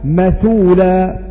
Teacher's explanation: نقل حركة الهمزة وهي الضمة إلى الساكن قبلها